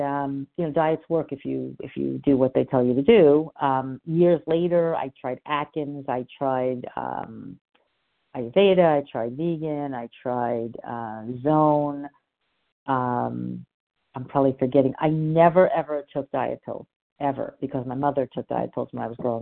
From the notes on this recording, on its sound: from the 100 Pounders Phone Meeting